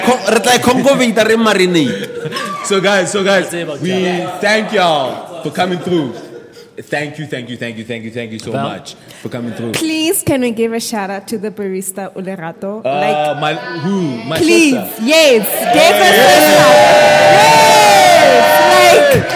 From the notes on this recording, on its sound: The Dojo had its 1st ever live recording in front of a very special audience. The audience, Friends Of The Dojo as they fondly known, got to participate.